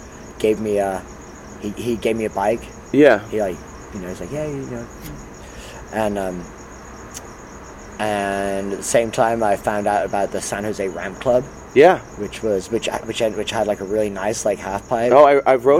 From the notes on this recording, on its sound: sat outside his shop 'Hunt & Gather' in San Diego